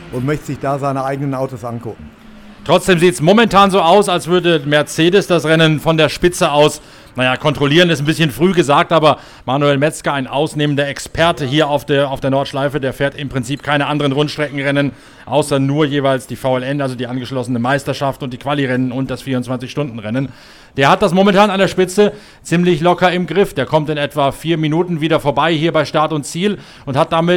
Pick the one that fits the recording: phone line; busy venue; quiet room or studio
busy venue